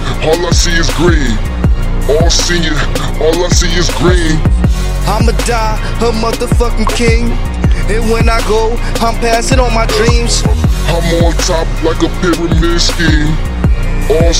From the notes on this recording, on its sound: Recorded this track on my cell phone in my car